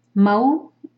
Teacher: مد لین ہے میم کو لائٹ رکھیں گے